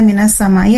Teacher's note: Di sini ada minas samai, ada idgham syamsiyah atau alif lam syamsiyah, ya. Di mana huruf bunyi alif lam itu tidak terdengar.